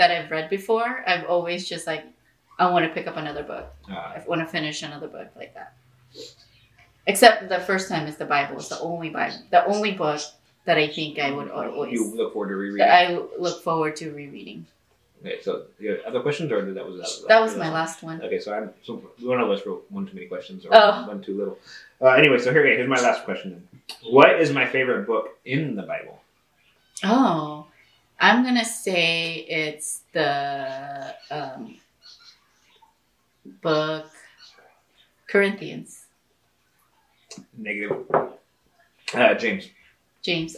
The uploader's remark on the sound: Our mics didn't work, camera overheated, things were confusing... We got it recorded!